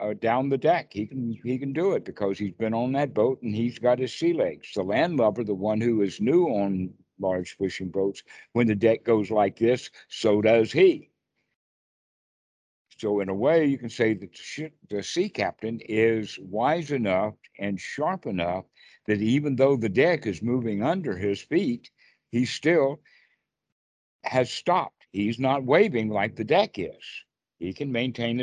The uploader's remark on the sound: skype calls